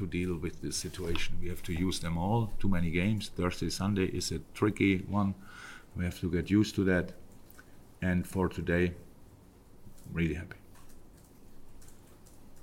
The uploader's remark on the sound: Post-match press conference. At Anfield. LFC Press Conference.